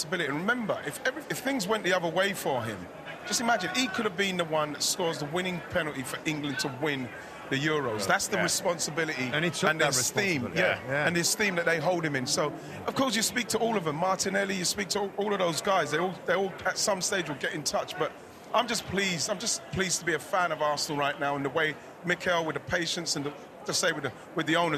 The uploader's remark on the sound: Live From Philadelphia Fan Fest